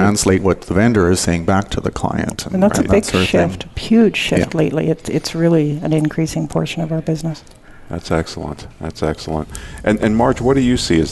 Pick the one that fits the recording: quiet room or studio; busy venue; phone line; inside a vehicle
busy venue